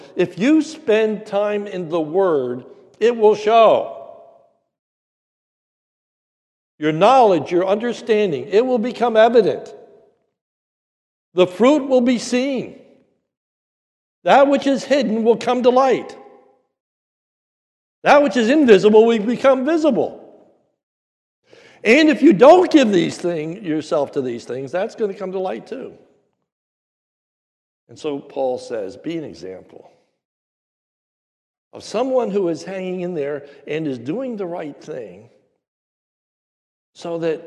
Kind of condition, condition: setting, large echoing room